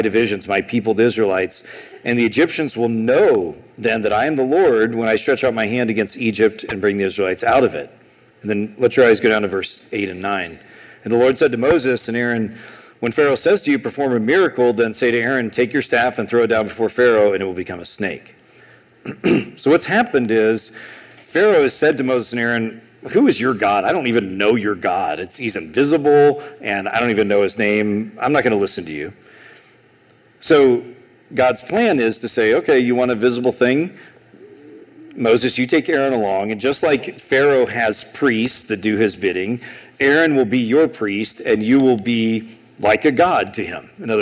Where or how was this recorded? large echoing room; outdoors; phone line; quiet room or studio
large echoing room